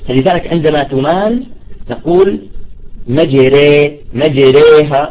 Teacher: لذلك عندما تمال نقول مجري، مجريها، نرقق الراء مجريها · Term: إمالة كبرى